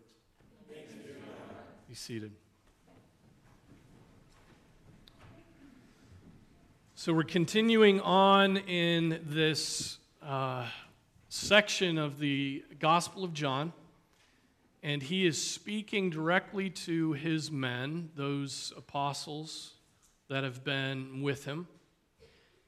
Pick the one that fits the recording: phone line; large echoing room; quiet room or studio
large echoing room